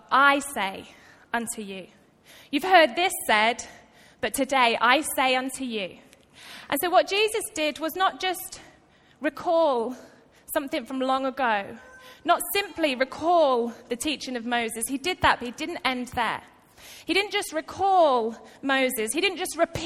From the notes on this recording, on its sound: Recorded live at Life Church on Sunday 1st July 2018.